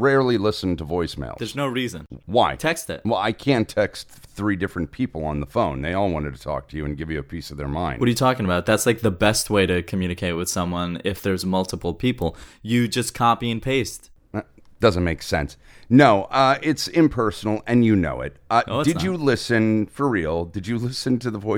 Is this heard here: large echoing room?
no